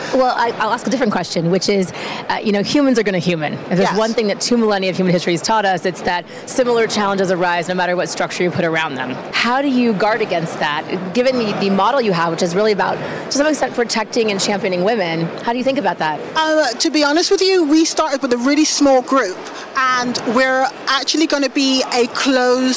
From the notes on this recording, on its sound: Live from Consensus in Austin, Texas